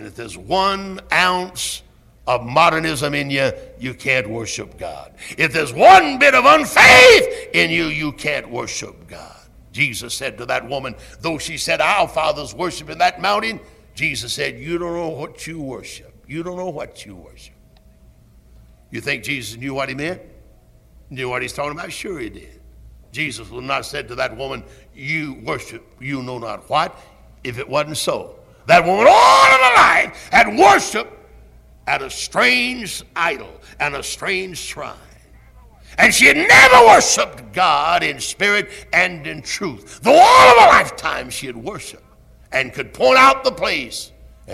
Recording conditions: large echoing room